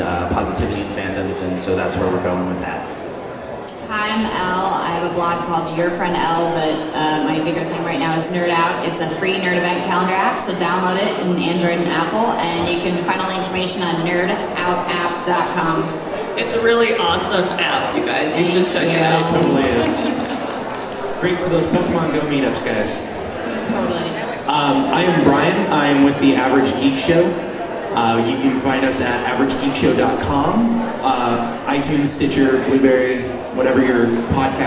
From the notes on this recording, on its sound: NerdCon Geek Positivity Panel. It is a convention, so there’s a lot of background noise because the room we were in was surrounded by vendors and by the time the second panel was on, there were a lot more people in the room, but if you can get past the din of the crowd.